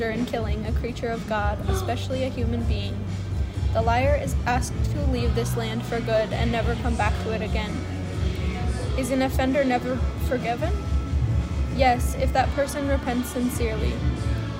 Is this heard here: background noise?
yes